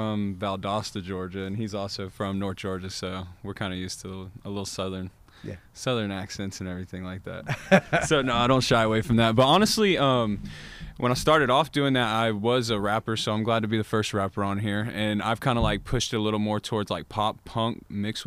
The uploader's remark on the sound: Live from the Bird's Nest